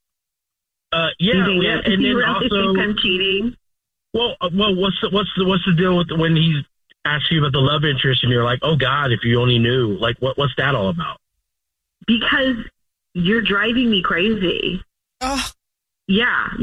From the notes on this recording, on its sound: On the phone. The person who set them up is ALWAYS listening on the other line.